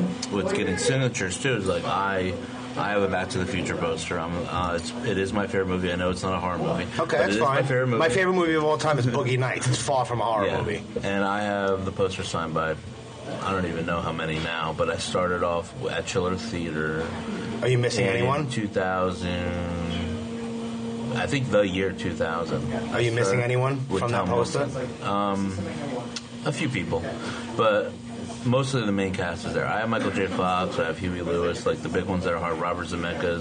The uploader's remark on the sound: I met him at a quiet diner in Somerset, New Jersey